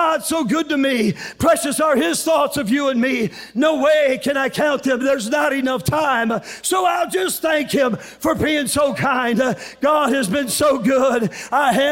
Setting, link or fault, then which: setting, live audience